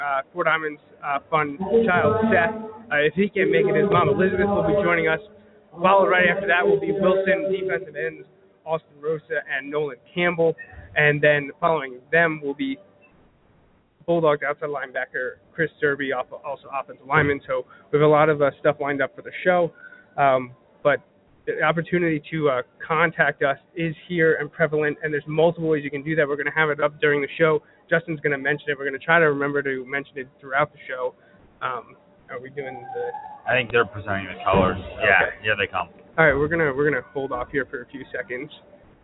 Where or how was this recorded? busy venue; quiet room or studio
busy venue